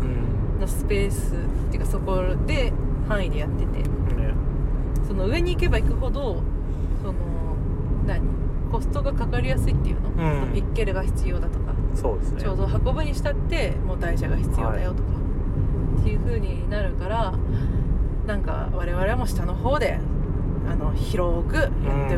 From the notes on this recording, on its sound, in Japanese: 2023年10月の群馬県館林たぬきゲーム会で遊んできた帰りの車内での収録